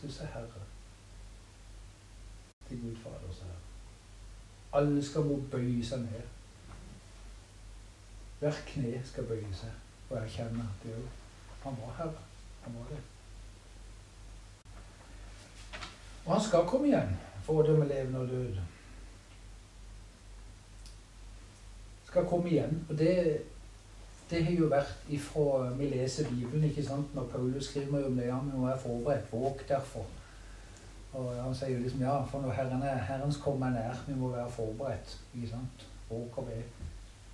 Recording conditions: poor sound quality